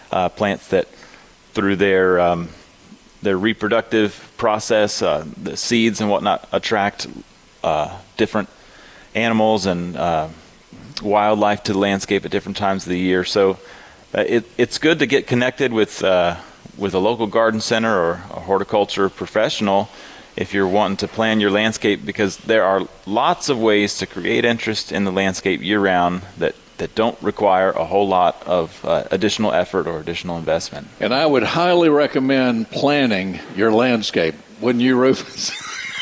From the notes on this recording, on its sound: broadcasting live from Logan's Trading Company